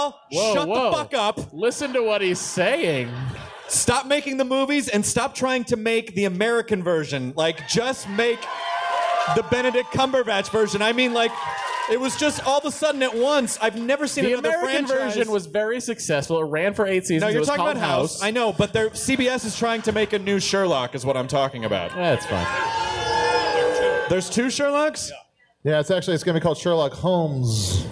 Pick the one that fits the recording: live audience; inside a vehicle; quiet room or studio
live audience